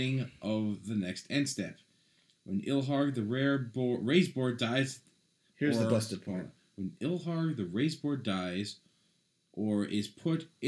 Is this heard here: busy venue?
no